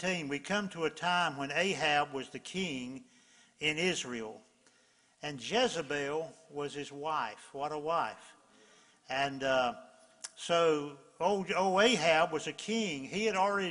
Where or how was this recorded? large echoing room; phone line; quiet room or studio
large echoing room